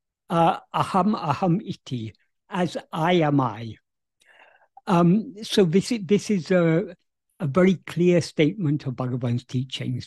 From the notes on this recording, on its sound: In a Zoom meeting with Sri Ramana Center, Houston, on 7th October 2023.